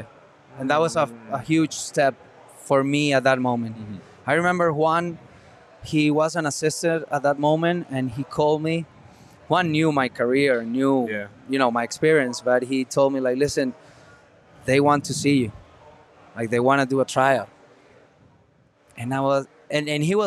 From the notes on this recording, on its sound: live from Four Peaks